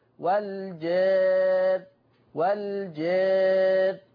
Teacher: طب ملحوظة، لو انا بقى هفتح الالف مش هقللها، لما اقف على الراء هفخمها والجار. طب ولو انا هاخد بالتقليل في الالف هرقق الراء